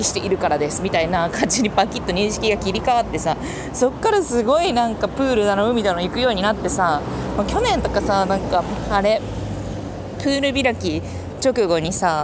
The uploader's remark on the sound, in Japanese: あつすぎて歩きながら話しながら溶けながら。